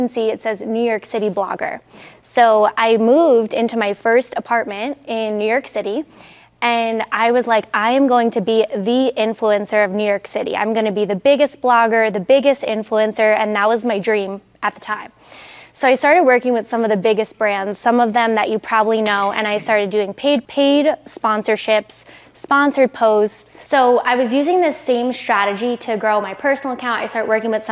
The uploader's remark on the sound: I'm sharing a behind the scenes look at the keynote I gave to a room full of 6, 7, and 8 figure entrepreneurs in Whitefish, Montana.